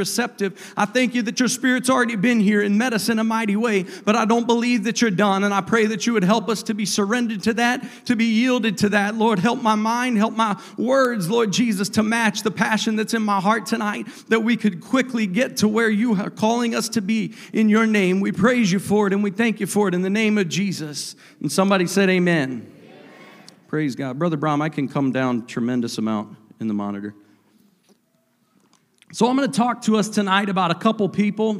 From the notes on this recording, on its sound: a service recording from Connect Point UPC